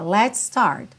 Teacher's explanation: Let's termina em S, start começa em S, você junta tudo num S só